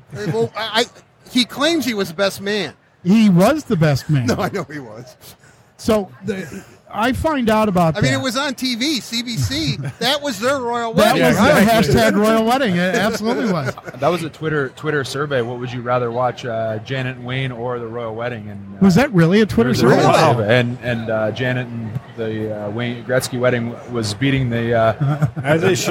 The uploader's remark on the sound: Live from Motor City Comic Con